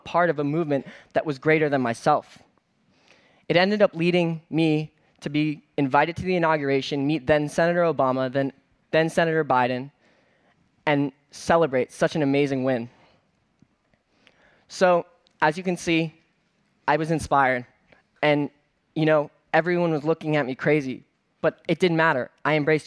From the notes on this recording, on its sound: on stage at #BoFVOICES